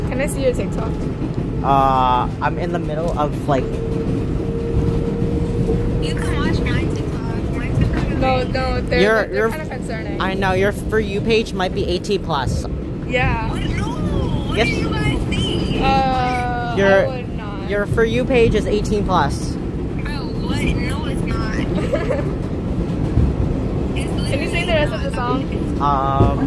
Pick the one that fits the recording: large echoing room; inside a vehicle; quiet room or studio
inside a vehicle